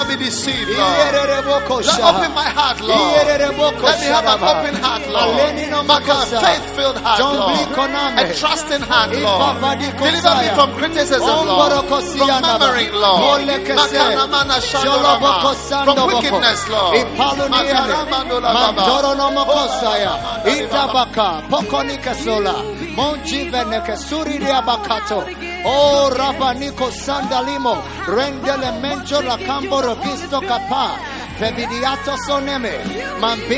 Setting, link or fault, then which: setting, large echoing room